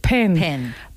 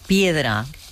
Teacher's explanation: Pero si observamos cómo pronuncian esto en inglés, por ejemplo, cómo se dice en inglés lápiz, pen, pen, parque, park, o papa, Pope, vemos que además de cerrar los labios, ellos hacen una pequeña explosión de aire. · Shown in: first take